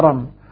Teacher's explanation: إرم ذات العماد لا ترقيق فيها، ما قبلها مكسور